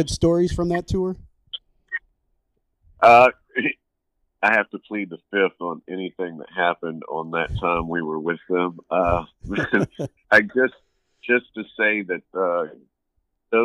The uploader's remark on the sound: phone conversation